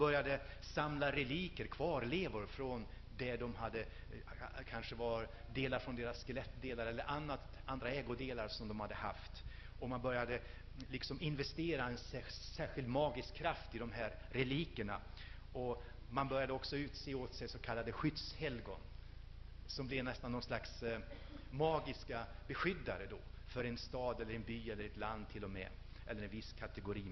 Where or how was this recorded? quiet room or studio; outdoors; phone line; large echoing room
large echoing room